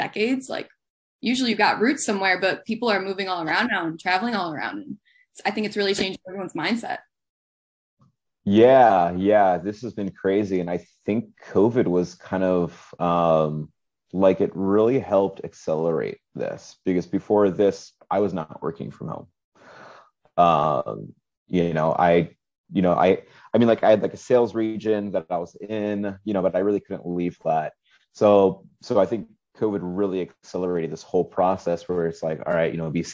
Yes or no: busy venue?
no